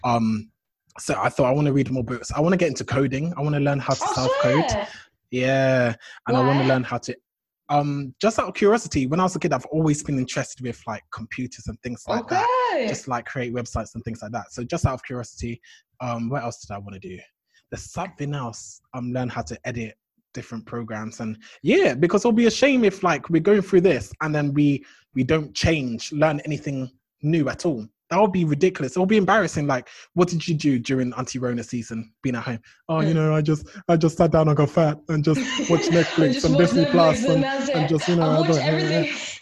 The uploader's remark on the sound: Interacted with our fans who interacted with us via the comment section.